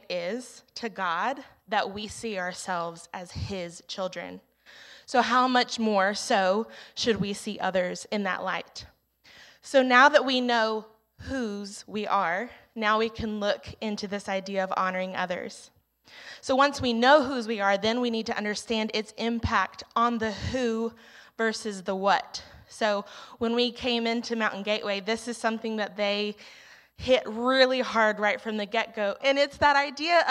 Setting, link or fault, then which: setting, large echoing room